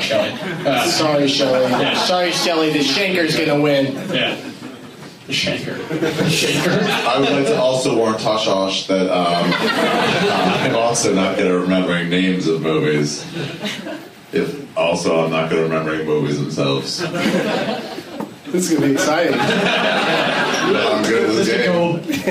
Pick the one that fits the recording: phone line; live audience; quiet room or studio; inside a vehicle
live audience